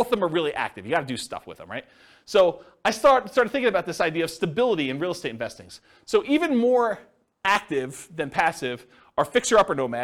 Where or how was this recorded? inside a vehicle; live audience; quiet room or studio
live audience